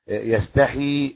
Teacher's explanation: تكسر الحاء وتسكن الياء